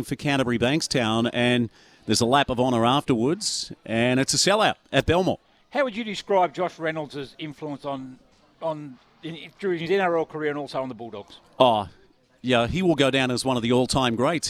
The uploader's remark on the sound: live from Edsac the home of the Entrance Tigers